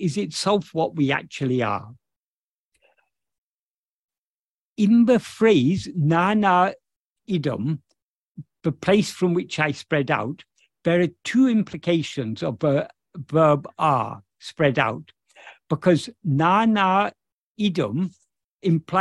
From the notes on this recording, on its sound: In a Zoom meeting with Ramana Kendra, Delhi, on 14th May 2023